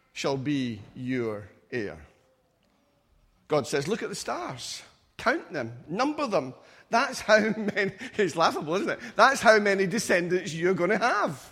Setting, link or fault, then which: setting, large echoing room